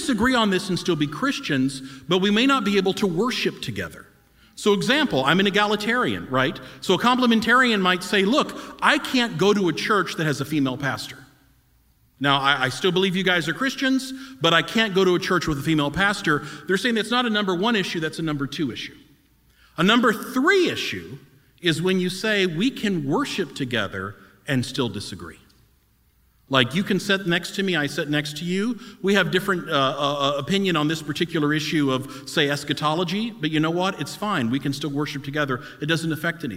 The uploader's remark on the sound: We recorded a live podcast at our Conference